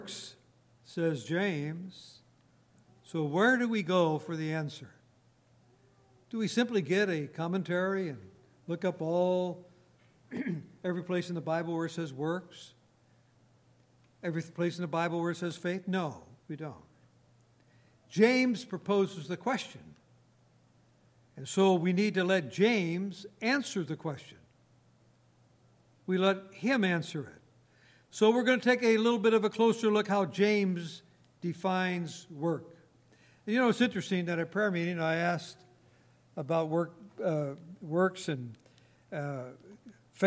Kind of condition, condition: setting, large echoing room